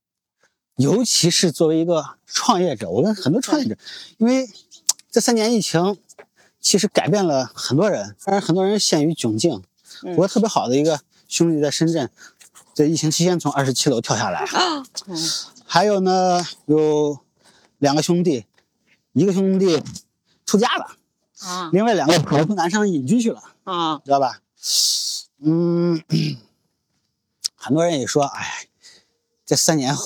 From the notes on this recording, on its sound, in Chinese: 这期的声音是在清晨的北京公园录制的